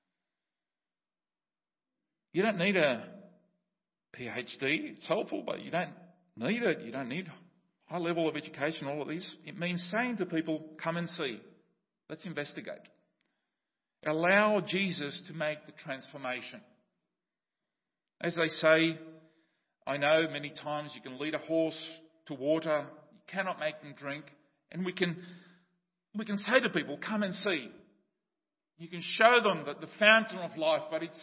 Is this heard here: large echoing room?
yes